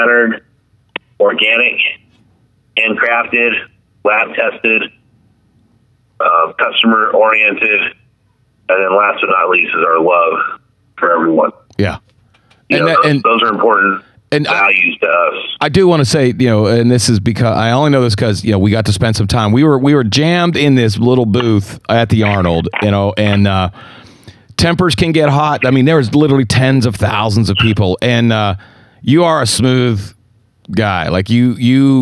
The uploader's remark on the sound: get him back on the phone